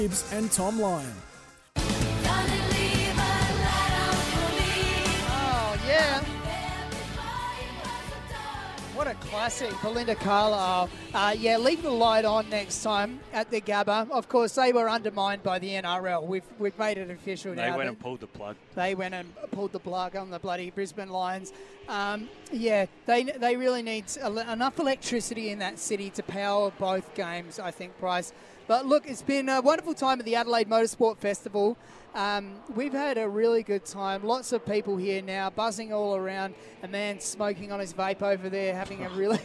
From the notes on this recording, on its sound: broadcast live from the Adelaide Motorsport Festival